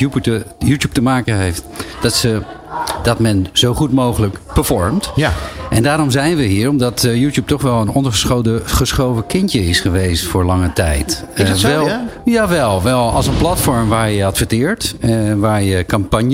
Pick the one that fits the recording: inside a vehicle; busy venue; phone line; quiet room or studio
busy venue